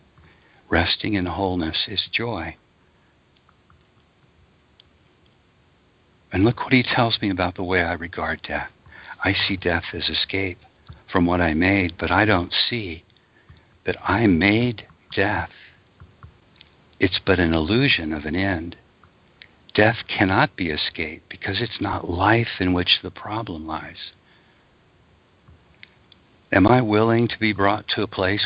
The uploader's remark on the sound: ACIM Daily Conference Call